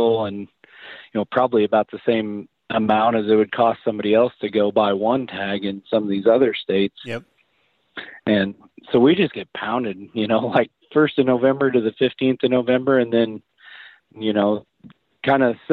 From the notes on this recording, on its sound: Answer questions from the live broadcast comments and talk with a caller out of Missouri.